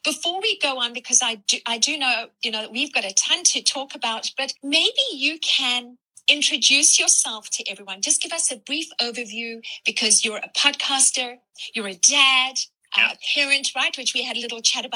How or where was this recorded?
video call